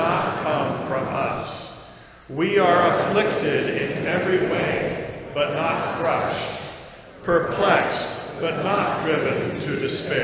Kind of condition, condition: setting, large echoing room